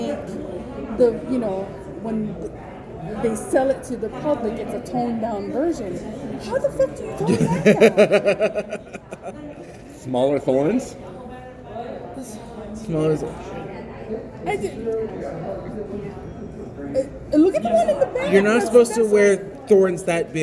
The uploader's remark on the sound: Your squirrels went out for our weekly cheat meal and decided to record a couple episodes right there on location at the Rio Hotel and Casino.